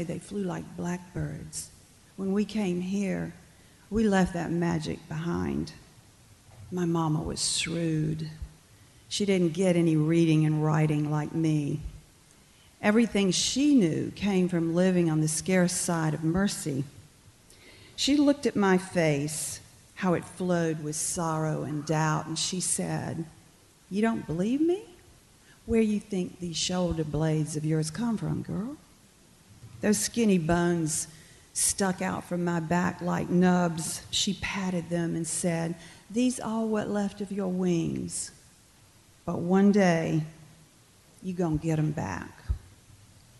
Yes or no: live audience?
yes